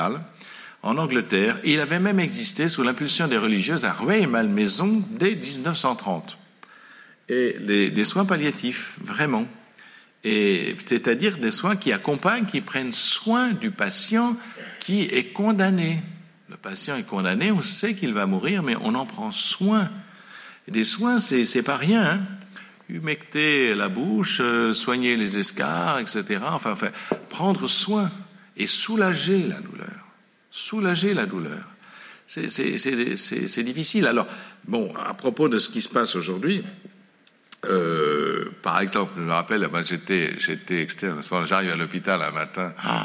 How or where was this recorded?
large echoing room